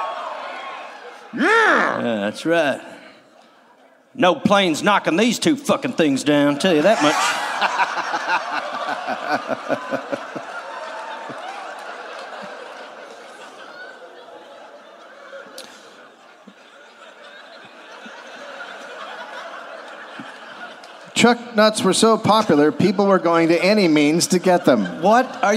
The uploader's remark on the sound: Live in Phoenix